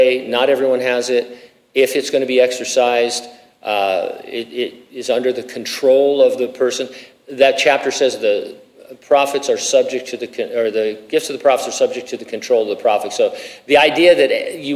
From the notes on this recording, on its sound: during a live Q&A session